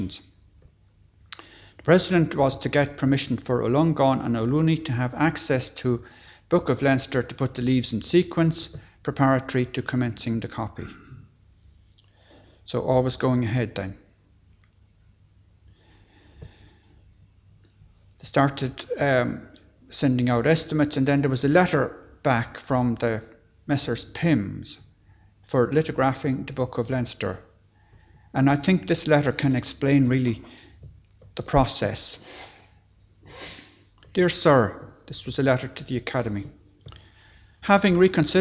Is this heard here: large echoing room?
yes